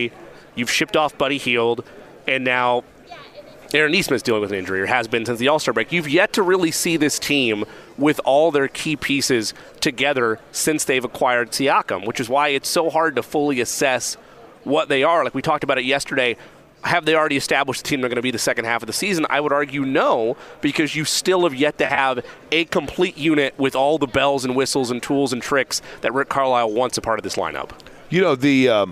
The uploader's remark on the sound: Live From the NFL Combine. Live from radio row at the NFL Combine.